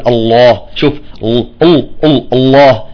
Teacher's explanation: أما في الله نفخم اللام والألف